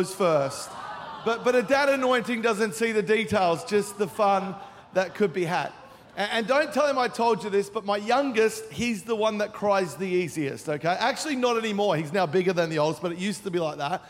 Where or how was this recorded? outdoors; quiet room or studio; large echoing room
large echoing room